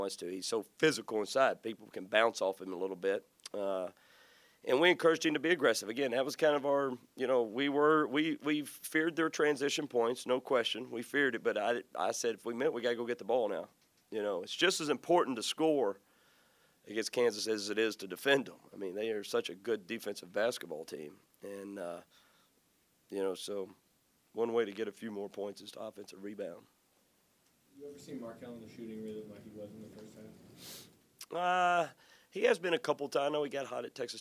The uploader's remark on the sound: Press Conferences & Post-Game Interviews